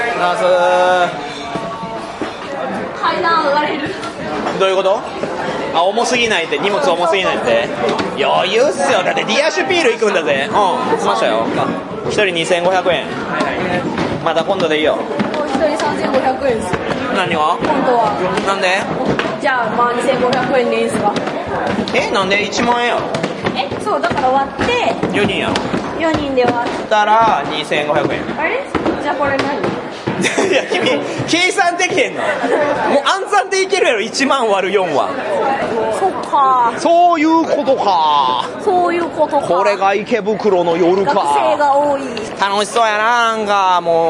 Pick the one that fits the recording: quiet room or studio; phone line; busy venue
busy venue